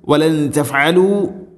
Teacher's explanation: സാക്കിന നൂനു ശേഷം ത ഇഖ്ഫാഉ ബിഗുന്ന, അവ്യക്തമാക്കി മണിക്കണം. ഇവിടെ തഫ്അലു, വലൻ തഫ്അലു, രണ്ട് ആയിനും ശ്രദ്ധിക്കണം.